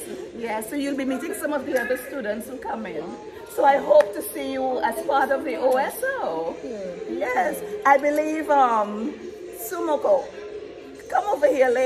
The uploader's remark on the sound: OSO STEELPAN PANORAMA LIVE COVERAGE INTERVIEWS. Interview highlights from OSO's Live Coverage of the Steelpan Panorama Finals.